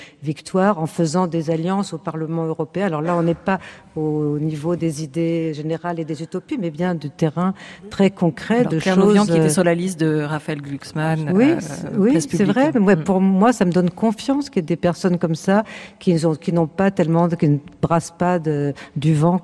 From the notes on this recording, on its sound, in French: En direct et en public aux Subsistances à Lyon